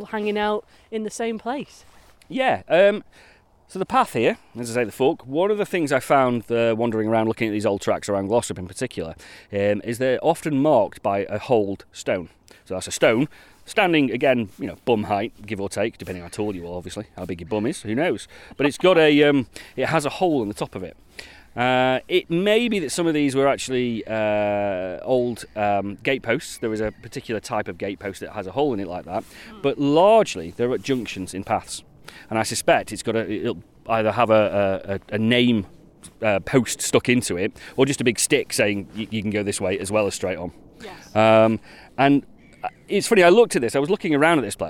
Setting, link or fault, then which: setting, outdoors